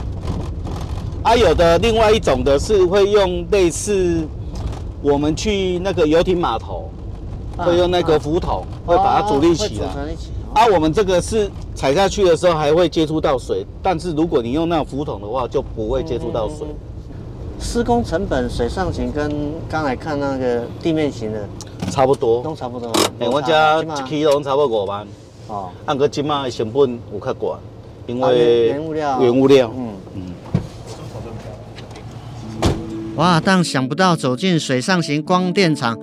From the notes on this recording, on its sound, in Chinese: 每一季「零碳未來」都會帶大家走出錄音間，前往知名的企業或是政府單位。地點：台南將軍、七股區，台南鹽田光電場。